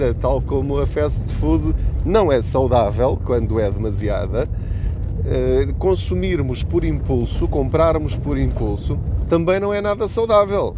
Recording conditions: inside a vehicle